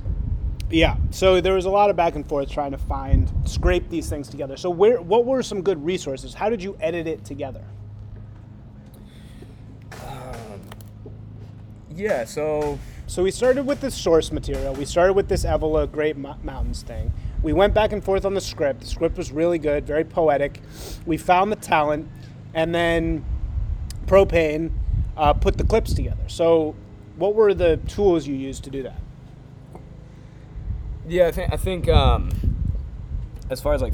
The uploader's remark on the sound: conducted outside